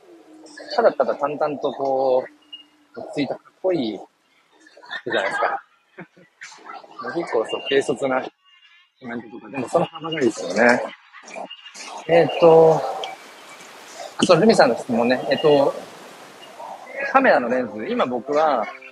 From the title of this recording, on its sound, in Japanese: 人生初の名古屋駅周辺を散策中。